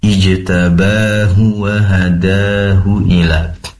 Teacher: pastikan hu-nya pendek, ba-nya dibaca dua harokat. Ijtabahu wa hadahu ila.